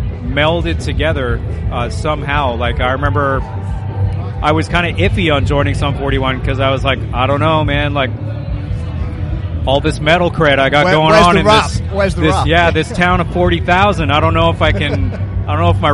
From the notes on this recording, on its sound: We’re kicking off with the first of 4 episodes featuring conversations recorded at Slam Dunk festival 2022! This was the busiest day of recording we’ve ever had but was great to speak to so many people.